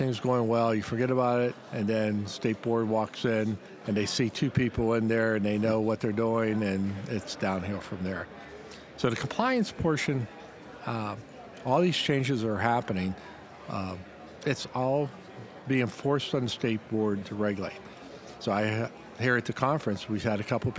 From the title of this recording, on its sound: DiversifyRx Profit Summit LIVE